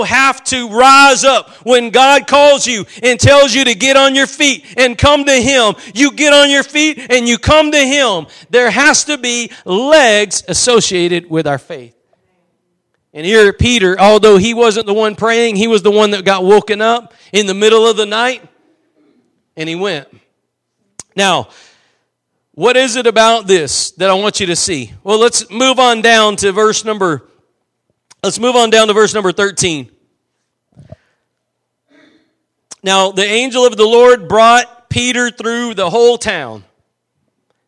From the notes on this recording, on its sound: Preached at Gospel Lighthouse in Bossier City, La.